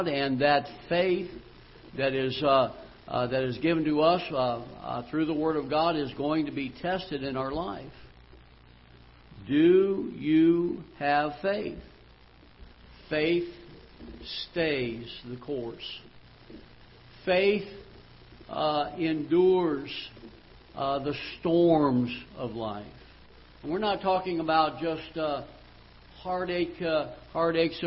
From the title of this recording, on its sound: Ketha Heights Baptist Church ~ Live Broadcast